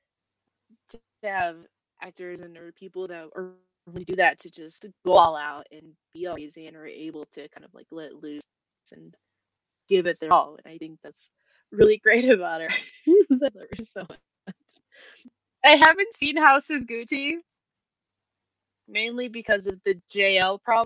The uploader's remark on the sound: I have Covid, so apologies for any audio errors.